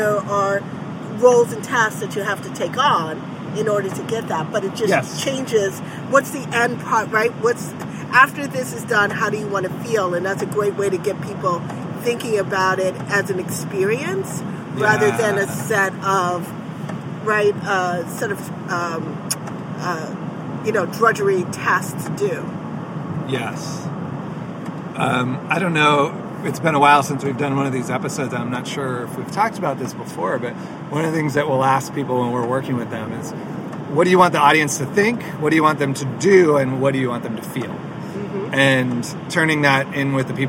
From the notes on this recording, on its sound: This show was recorded in a moving car.